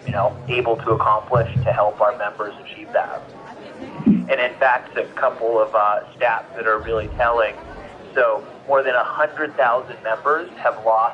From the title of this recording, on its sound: Live from CES